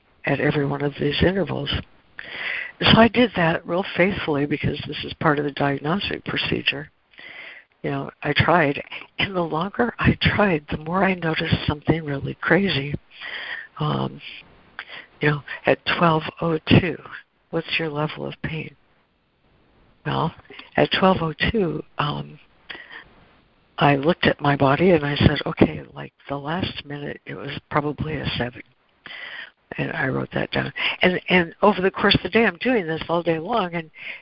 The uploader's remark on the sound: ACIM Daily Conference Call